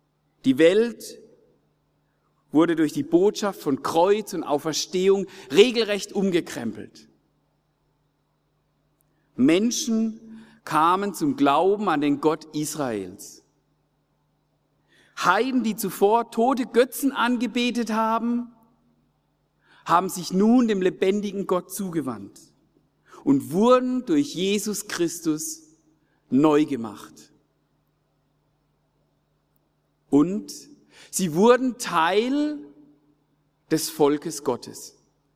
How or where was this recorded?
large echoing room